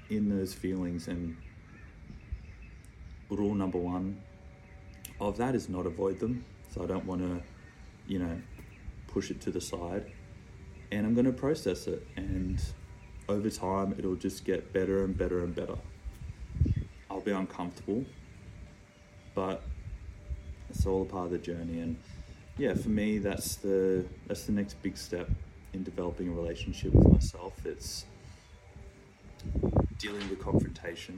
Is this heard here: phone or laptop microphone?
yes